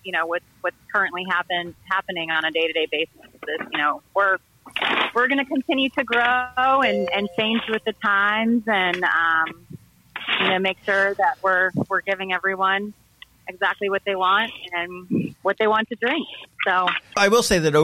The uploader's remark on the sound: We hopped on the phone with the fine folks at Katcef Brothers